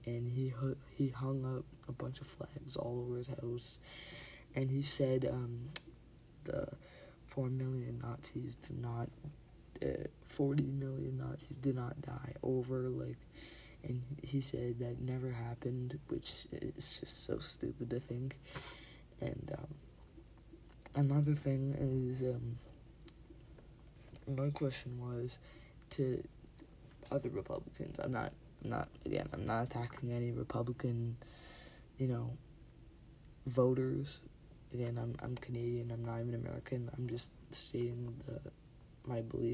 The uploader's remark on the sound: Pls turn up volume. Turn up volume my mic was low volume for some reason?